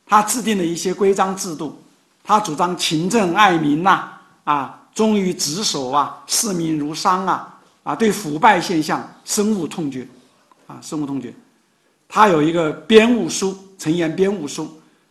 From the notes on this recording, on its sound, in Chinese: 本音频是由“复兴论坛”系列讲座录音整理而成。